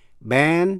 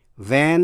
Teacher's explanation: B, b là stop sound, tức là một tắc âm. Còn v là fricative, là sát âm.